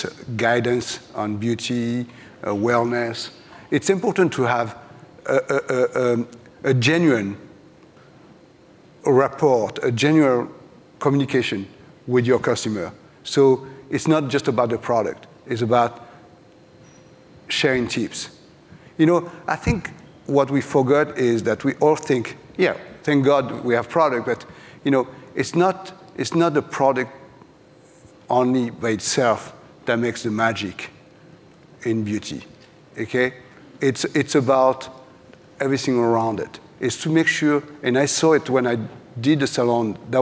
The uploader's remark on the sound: live at the Glossy Beauty x Wellness Summit